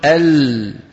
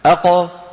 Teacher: فاللام الساكنة زمنها أطول من الهمزة